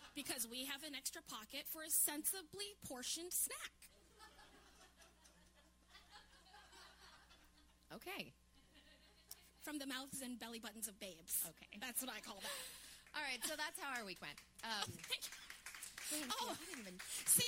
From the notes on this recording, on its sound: 10K Dollar Day is LIVE at The Triad Theatre in New York City!